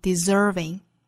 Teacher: 注意字母 S 同样读浊音的 z